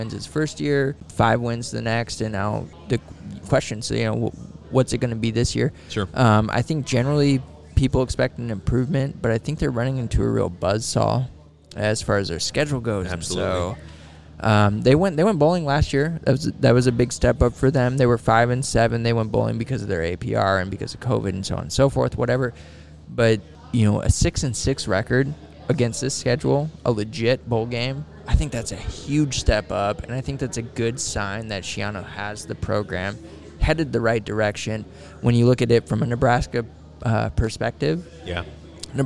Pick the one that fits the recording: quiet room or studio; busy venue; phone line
busy venue